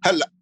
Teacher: the letter Q is E, right? It's turned into a glottal stop. So instead of now, halak, right?